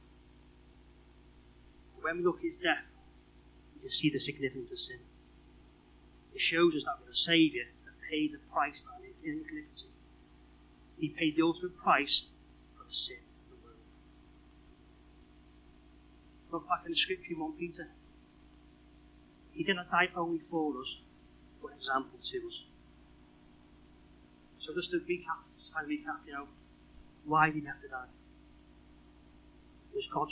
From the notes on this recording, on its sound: Unfortunately our recording had a fault this week so it has been edited to ensure listening comfort.